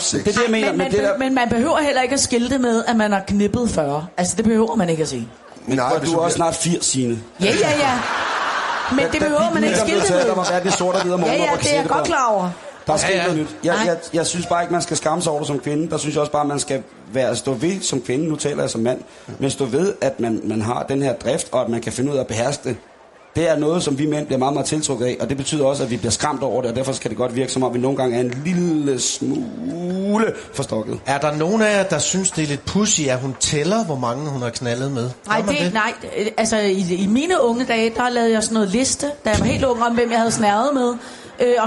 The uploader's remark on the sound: På P4 live fra Sherwood.